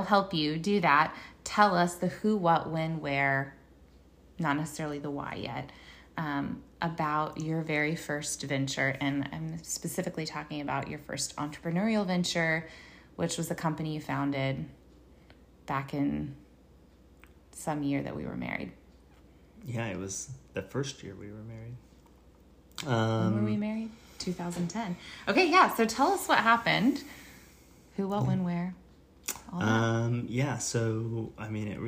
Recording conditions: sounds in the background